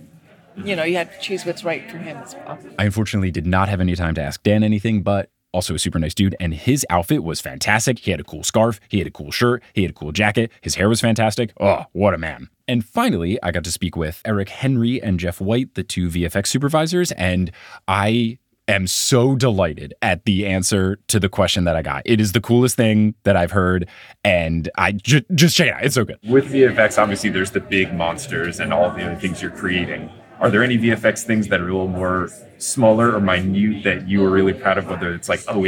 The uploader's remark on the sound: Interviews and More from New York Comic Con. Which allowed me to watch the Percy Jackson TV Show panel and interview various members of the production team! Concluding with audio clips from the questions I was able to ask and the insightful answers I received!